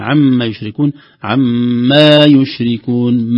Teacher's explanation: نشبه حركة الميم مشددة بمد طبيعي بألف